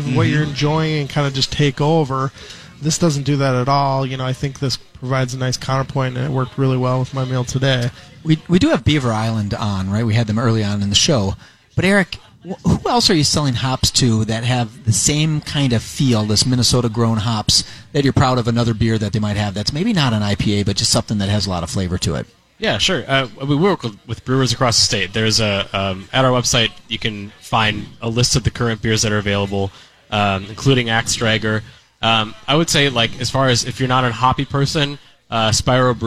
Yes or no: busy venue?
yes